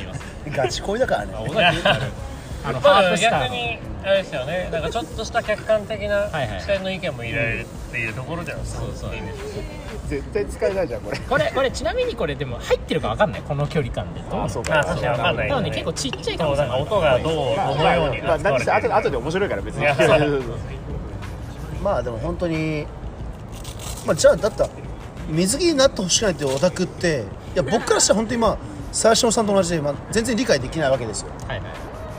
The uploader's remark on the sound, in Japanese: 池袋の路上でオタク5人と飲んだところを収録